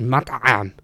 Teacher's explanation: But he was over-enunciating to the point where he was like, "Matam," and he was like stressing the ayn, and it sounded almost painful